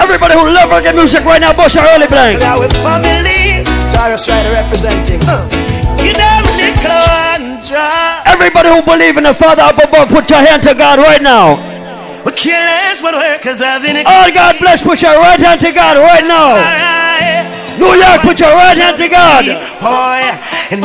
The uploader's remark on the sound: LIVE IN THE BRONX, NYC. Segment from the Tranquility Lounge Round Robin in the Bronx, NY on Wednesday, May 11, 2016.